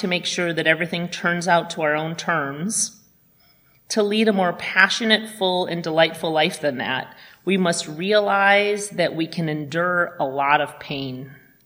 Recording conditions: large echoing room